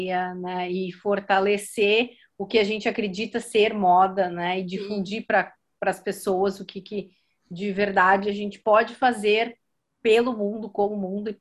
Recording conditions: video call